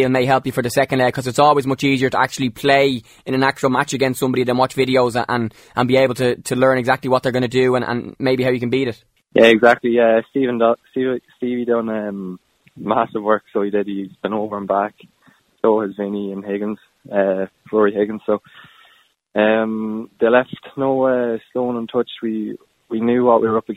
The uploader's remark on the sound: On the phone for a chat.